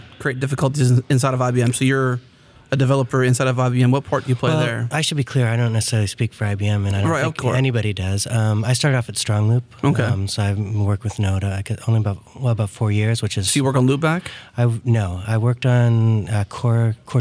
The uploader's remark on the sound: recorded at Node Interactive 2016